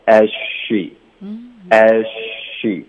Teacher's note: 你也可以理解成 z 的音省略了